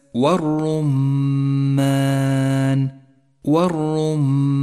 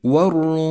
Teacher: تقرأ الكلمة بهذا الشكل والرمان، اللام الشمسية تكتب ولا تلفظ، الراء مفخمة لأنها مضمومة لونت بالأزرق الغامق، الميم مشددة تحتاج إلى غنة زمنها حركتان · Term: الميم المشددة